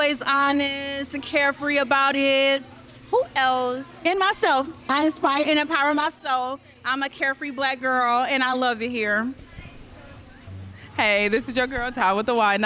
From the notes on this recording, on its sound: Live at #CareFreeBlackGirl Cookout New Orleans. Was recorded live at the vibrant #CareFreeBlackGirl Cookout in New Orleans. Four dynamic guest speakers who were attendees at the cookout.